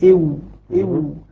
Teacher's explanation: إذا الواو من بين الشفتين مع ضم الشفتين ضما محكما